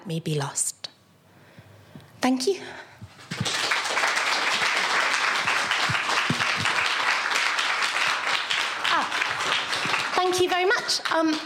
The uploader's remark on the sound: recorded at our Stand Up Tragedy night that took place at The Dogstar on March 28th